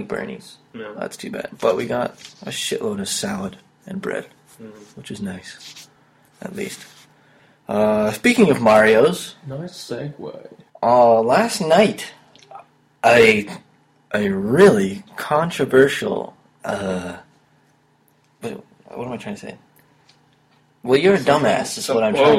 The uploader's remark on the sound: Still working out some technical issues